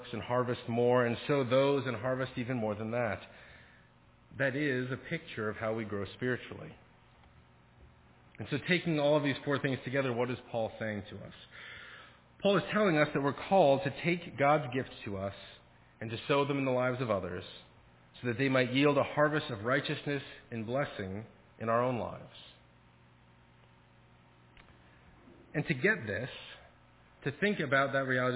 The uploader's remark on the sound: Faith Presbyterian Church – Evening Service